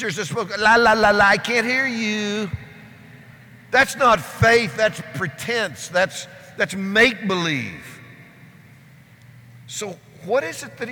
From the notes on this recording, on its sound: keynote message at Convergence Conference